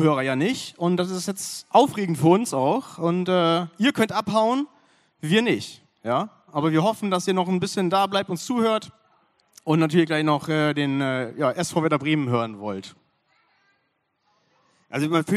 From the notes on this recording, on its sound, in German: Unsere 30 Minuten LIVE-Mitschnitt vom BLG-Podcastfestival der diesjährigen BREMINALE.